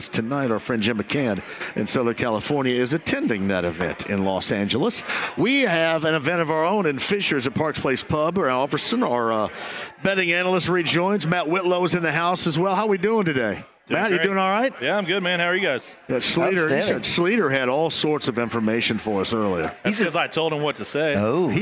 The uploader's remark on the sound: Kicks off the show LIVE from Parks Place Pub in Fishers. He also takes a call from a listener of the show!